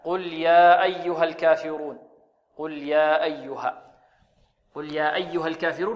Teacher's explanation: أربع حركات، ونحن نقرأ بحركتين. فننبه على كلمة يا أيها أنها مد منفصل يمد بمقدار حركتين، هكذا قل يا أيها الكافرون، قل يا أيها، قل يا أيها الكافرون، وهذه كلمة كلها مرققة، قل يا أيها الكافرون، الكلمة كلمة يا أيها كلها مرققة.